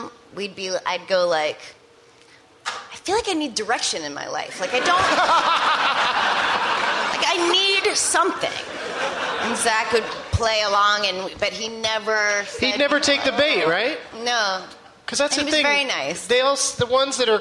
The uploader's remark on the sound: Live from the Gramercy Theatre in New York City